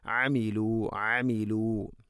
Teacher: അയിന് തൊണ്ടയുടെ മധ്യഭാഗമാണ് അതിൻ്റെ ഉച്ചാരണം